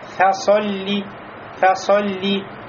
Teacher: в слове фа солли фа мураккаба, лям мураккаба, а сод посередине будет муфахома. Значит, нельзя сказать фасалли, фасалли, видите, сод стал как син.